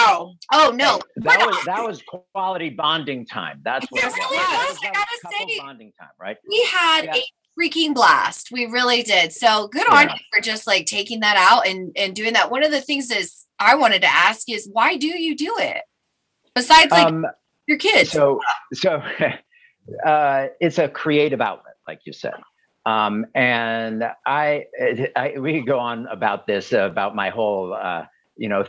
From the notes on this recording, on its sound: sitting down via Zoom